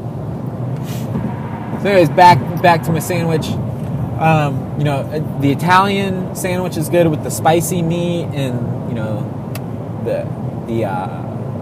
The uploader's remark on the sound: Done in my truck on a road trip to Tallahassee, recorded straight to my phone.